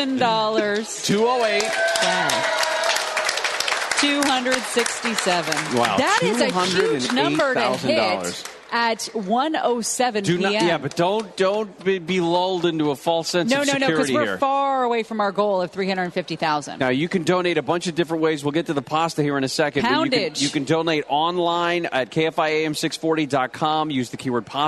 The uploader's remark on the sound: Live from the KFI Pastathon. Live at the Pastathon in Anaheim.